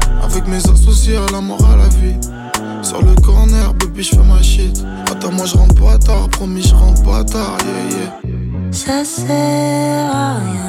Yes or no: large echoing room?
no